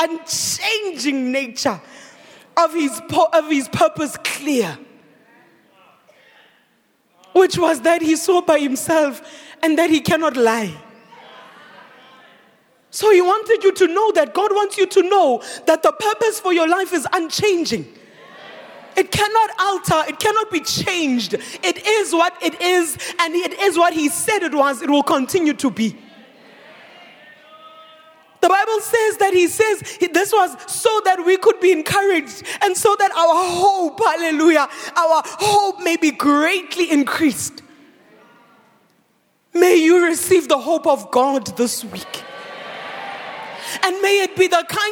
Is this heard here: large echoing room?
yes